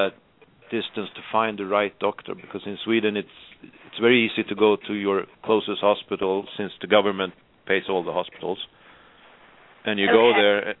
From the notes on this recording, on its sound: This show is an opportunity for listeners to call